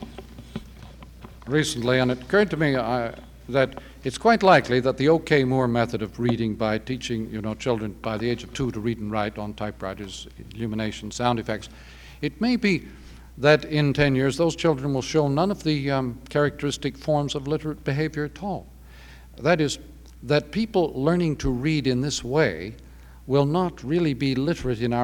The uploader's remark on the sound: Recorded in front of a live audience at Kendall College. Takes several questions from the audience throughout the program.